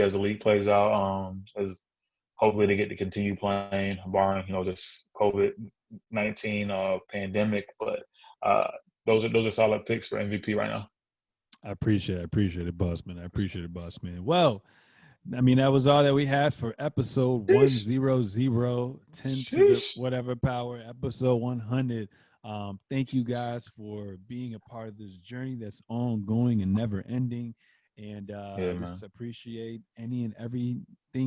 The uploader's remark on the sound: The two record this podcast virtually!